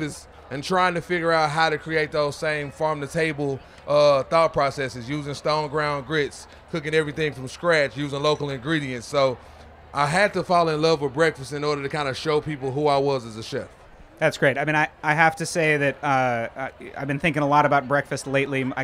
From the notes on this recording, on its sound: At Charleston Wine + Food. At the Springer Mountain Farm’s campfire.